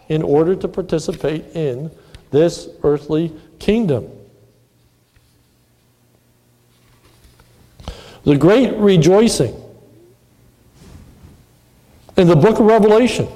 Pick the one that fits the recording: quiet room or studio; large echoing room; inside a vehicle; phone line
large echoing room